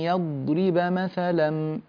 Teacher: امسك الضاد لا تتقلقل منك